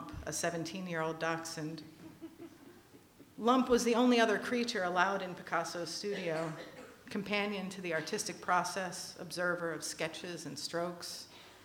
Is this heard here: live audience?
yes